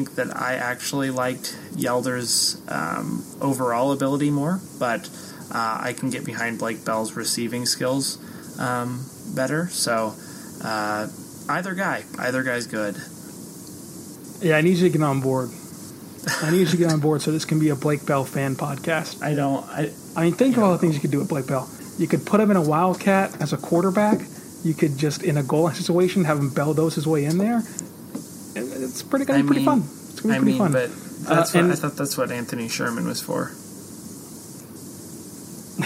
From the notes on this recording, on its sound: We apologize for the audio quality in terms of background noise on this episode.